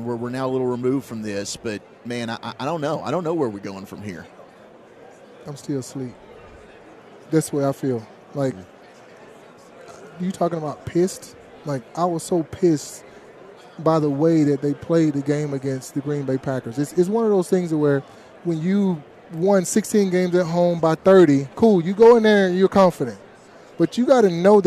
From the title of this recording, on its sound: live from Super Bowl Radio Row